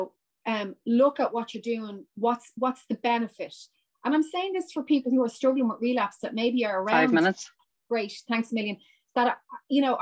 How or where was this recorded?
video call